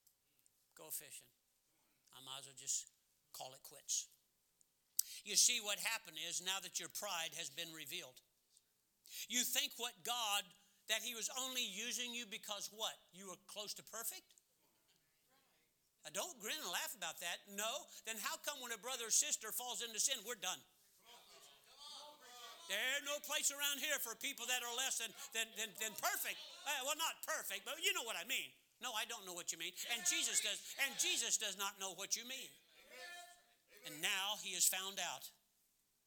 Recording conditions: large echoing room